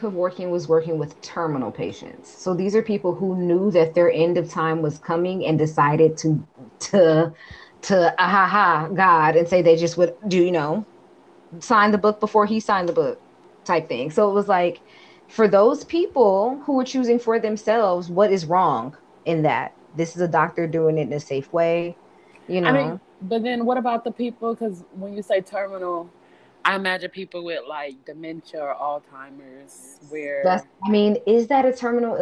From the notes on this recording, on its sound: Glitchy AF, apologies.